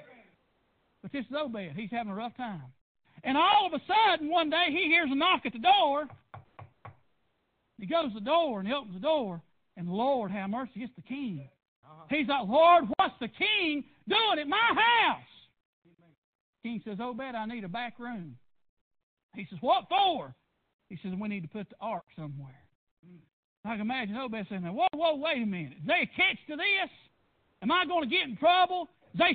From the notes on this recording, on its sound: PREACHED AT PRAYER BAPTIST CHURCH.